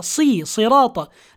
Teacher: لابد من إتمام حركة كسر الصاد